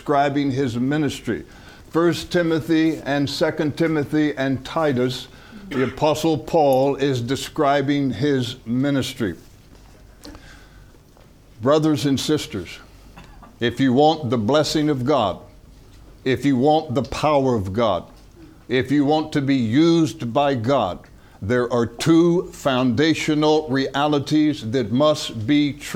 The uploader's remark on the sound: From the HeartCry Asia Conference 2023